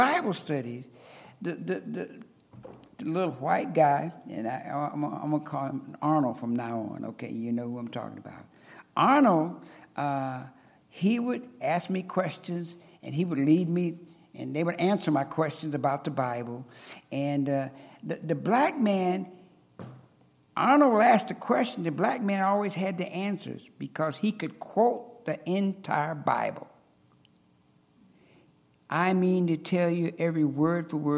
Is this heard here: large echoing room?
yes